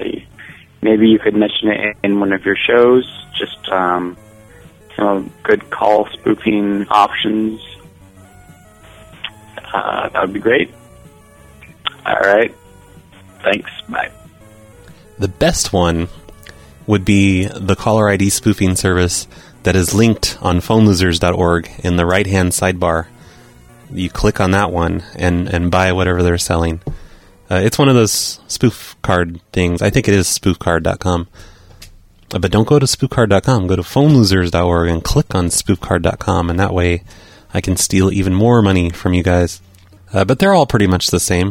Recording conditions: phone line